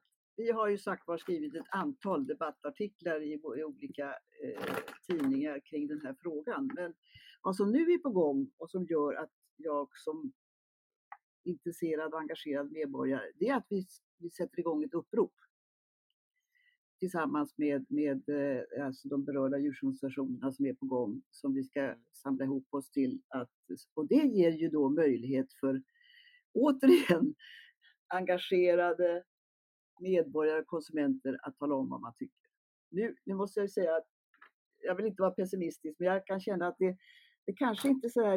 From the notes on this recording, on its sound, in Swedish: Tyvärr hade vi ett problem med ljudinspelningen i detta avsnitt.